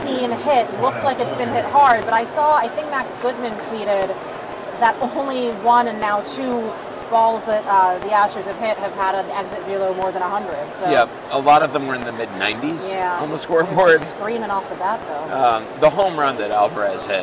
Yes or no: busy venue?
yes